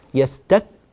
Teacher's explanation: وأنهم لا يستكبرون، الكاف مهموسة لكن مهموسة ومعها تبرع كبير بالنفس لا يستك، هكذا هواء كثير. كل ما يحدث هو أنك تغلق أقصى اللسان على الحنك الأعلى يستك، فانكتم الصوت تماما لتأتي بحرف الكاف.